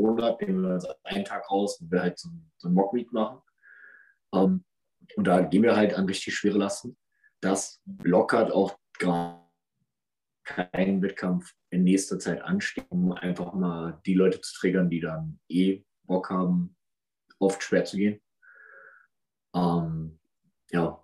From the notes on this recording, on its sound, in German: Entschuldigt bitte die Verbindungsissues, den Podcast haben wir quasi on the Road aufgenommen.